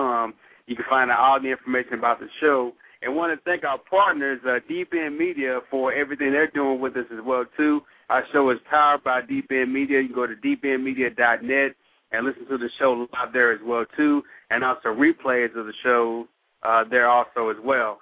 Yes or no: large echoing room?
no